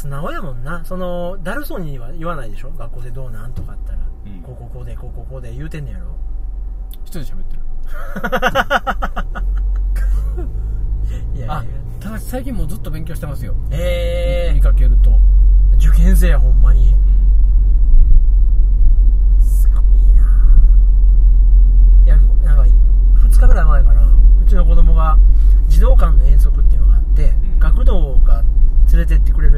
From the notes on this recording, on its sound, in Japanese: ラーメン食べた帰り道に収録しました。